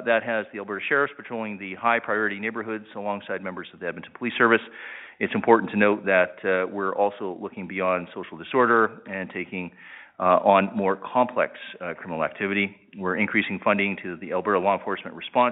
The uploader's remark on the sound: Public Safety Telephone Town Hall (Edmonton). Interactive telephone town hall.